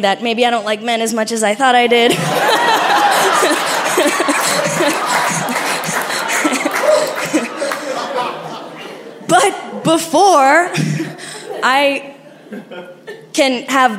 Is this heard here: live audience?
yes